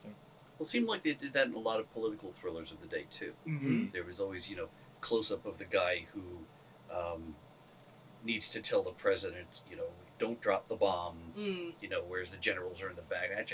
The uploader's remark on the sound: Our separate audio track was corrupted. The audio from the cameras. As a result, the audio is uneven and a bit room-tone-y.